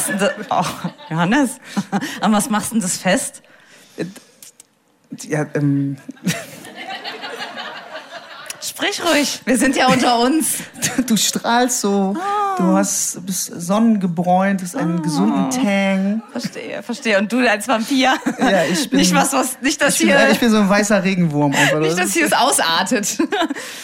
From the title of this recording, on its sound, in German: beim Liedergut Abend am Nürburgring (UNCUT)